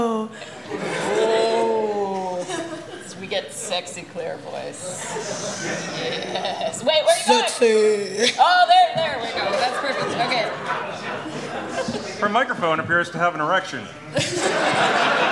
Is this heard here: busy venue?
yes